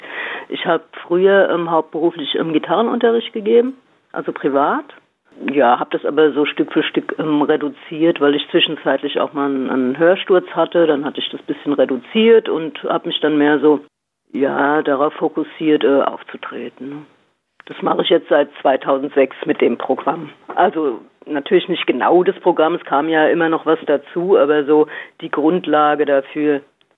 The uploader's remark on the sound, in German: Die GIGparade ist das Live-Konzert Magazin von Radio Darmstadt für die regionale Musik- und Kultur-Szene Darmstadts. Werden die Musiker und Künstler per Telefon direkt in die Sendung zum (Live-)Interview hinzu geschaltet.